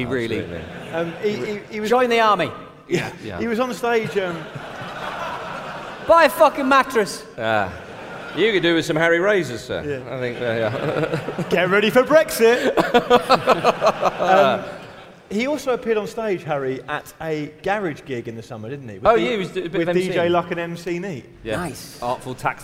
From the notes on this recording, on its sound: There's also a bonus clip from our live shows last year